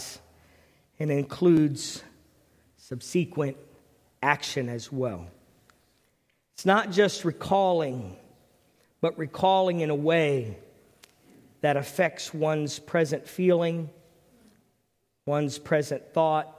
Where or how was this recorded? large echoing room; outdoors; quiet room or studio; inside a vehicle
large echoing room